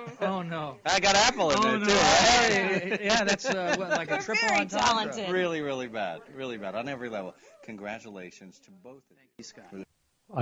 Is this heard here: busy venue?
yes